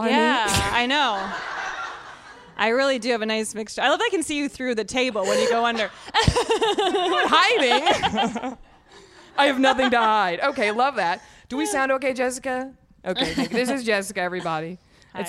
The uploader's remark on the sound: Natch Beaut Live at Orly Color Labs. Thank you to Orly Color Labs for hosting the Natch Beaut Live show.